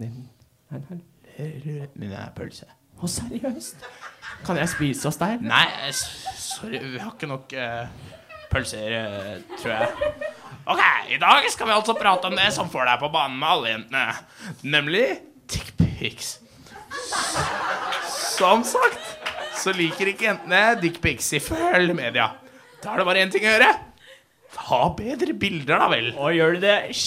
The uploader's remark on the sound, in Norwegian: Programmet som er først ute med nest siste nytt går live fra Chateau Neuf.